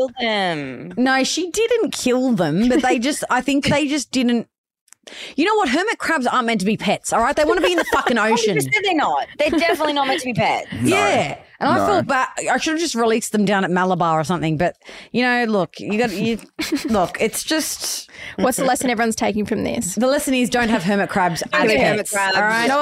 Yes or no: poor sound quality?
no